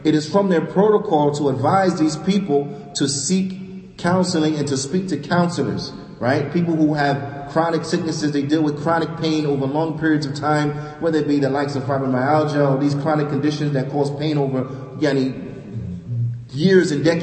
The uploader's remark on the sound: Lecture given at Masjid Nur Allah, Queens, NY